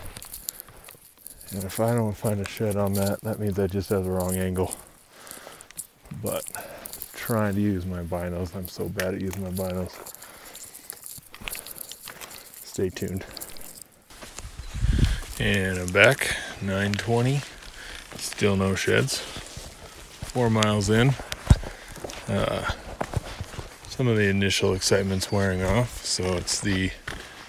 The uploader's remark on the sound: In this episode you will follow me around the woods of Unit......a trophy unit with big bulls everywhere and we are looking for sheds. We recorded this in the field.